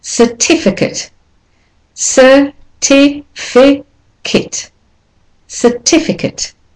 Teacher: So the first syllable, the ER, becomes the weak form, becomes sir, not sir.